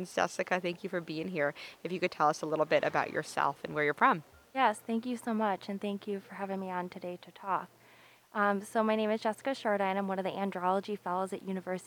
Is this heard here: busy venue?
yes